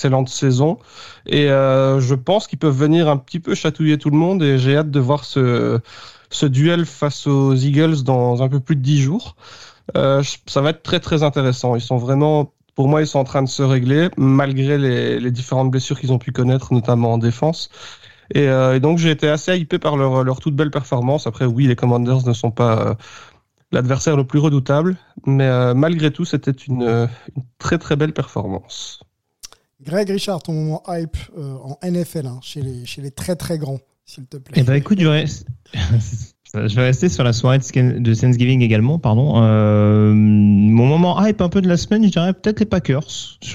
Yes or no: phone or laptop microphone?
no